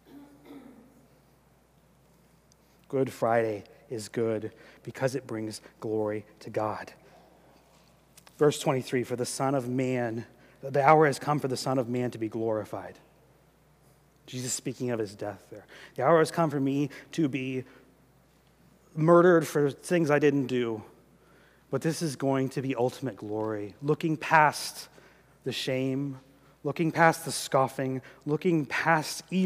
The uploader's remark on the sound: during the 2018 Good Friday service